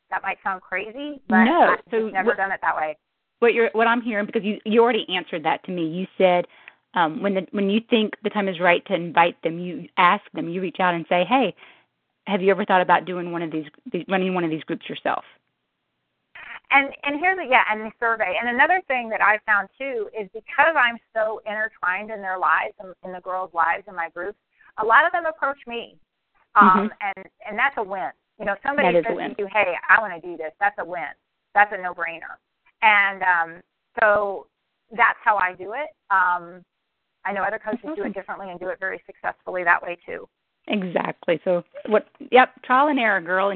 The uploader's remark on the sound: Team Elite Conference Call